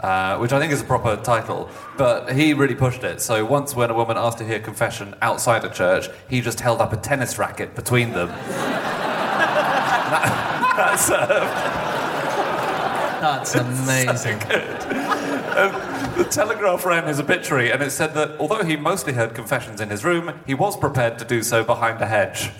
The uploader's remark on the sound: Live from Amsterdam